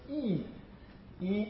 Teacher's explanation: And, well, front and top isn't really what we use here, closed, because the mouth is closed when we say something like E. E, which is a front vowel, which is produced in a closed position